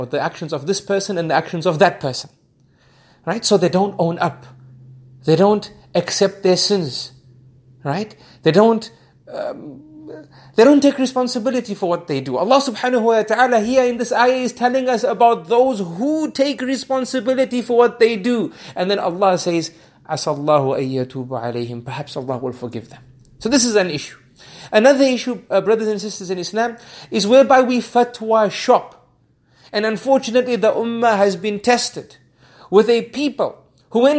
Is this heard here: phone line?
no